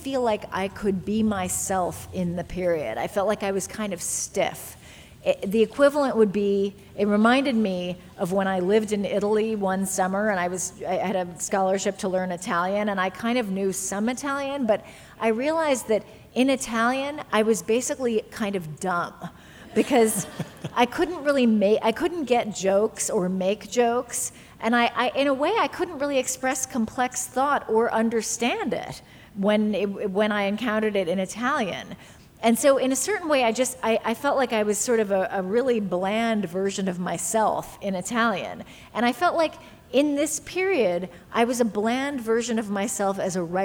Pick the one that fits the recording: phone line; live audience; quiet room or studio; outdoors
live audience